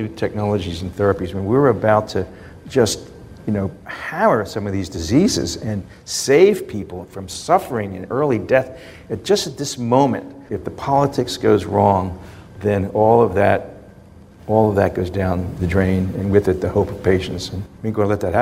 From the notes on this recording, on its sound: We gathered with a live studio audience at Thomas Jefferson University and Jefferson Health.